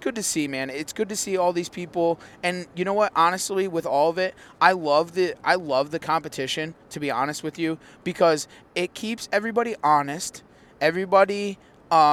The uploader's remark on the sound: Driving home from GAOS Harrisburg PA